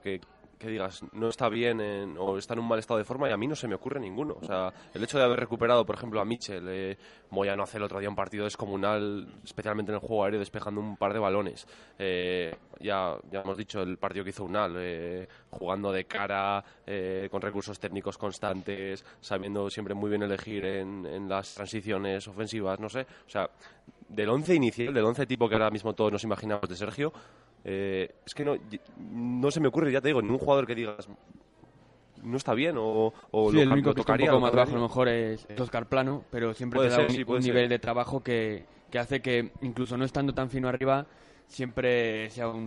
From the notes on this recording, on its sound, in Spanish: Tertulia de aficionados. En directo desde el HOTEL LA VEGA.